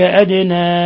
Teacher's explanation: ذلك أدنى أن يأتوا، الدال تقلقل لسكونها لأنها من حروف قطب جد